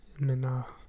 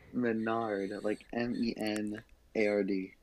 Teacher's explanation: they don't like to pronounce the hard R and the D · Shown in: first take